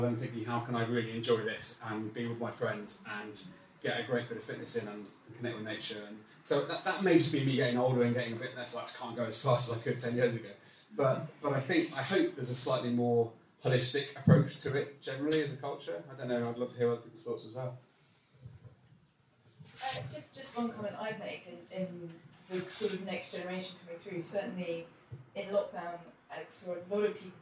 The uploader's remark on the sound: Recorded live at an event in our Sheen store in London.